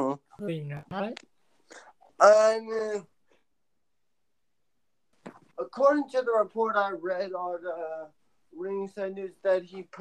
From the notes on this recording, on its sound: I apologize for the audio quality